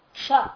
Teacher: इसका पीछे बहुत ही कम लोग इसके रहस्य को जानते, बहुत कम, कई लोगों को देखिएगा कोई ना कोई एक वर्ण का उच्चारण में कठिनाई होती, आपने देखा होगा, क्ष बंगाली लोग क्ष नहीं बोलता, ख बोलेंगे अधिकतर, क्यों? क और मूर्धन्य शकार के संयोग को उच्चारण नहीं कर पा रहे